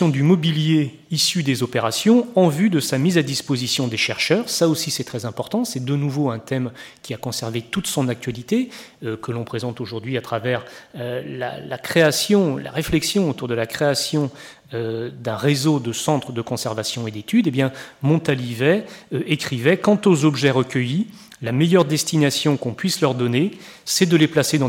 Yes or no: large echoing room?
yes